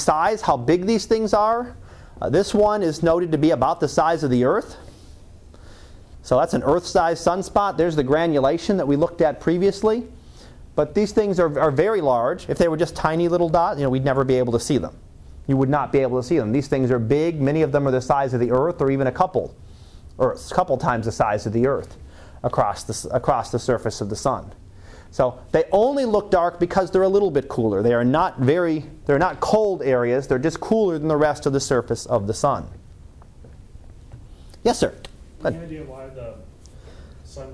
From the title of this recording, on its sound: Live Class Lecture